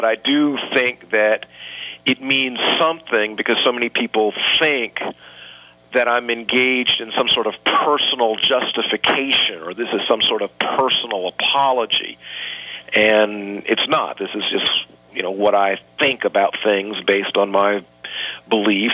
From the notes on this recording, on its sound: visited by phone